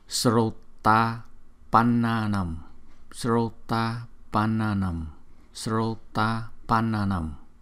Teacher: chữ A ngắn nối theo là chữ A dài, thì chúng ta đọc thành một chữ A dài mà thôi. Chẳng hạn như hai chữ, chữ thứ nhất là srota, chữ thứ hai là apananam, thì chúng ta đọc thành một chữ là srota pananam, srota pananam, srota pananam.